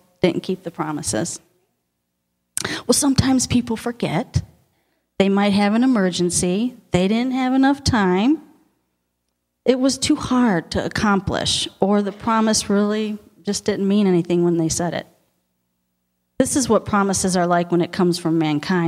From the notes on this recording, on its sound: Audio podcast of the 11am Sunday morning sermon. At Victorious Life Church on February 12, 2017.